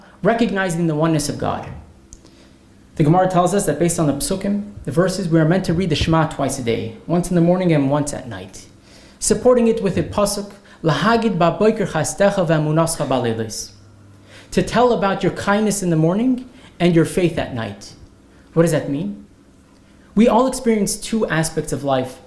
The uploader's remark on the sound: This lecture was presented at Kollel Menachem's Yarchei Kallah in Melbourne Australia, December 2023